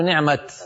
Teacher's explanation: بعض القبائل العربية في زمن النبوة كانوا يقفون عليها بالتاء ويصلونها بالتاء، فإذا وصلوا قالوا نعمة الله، وإذا وقفوا قالوا نعمة. · Term: هاء التأنيث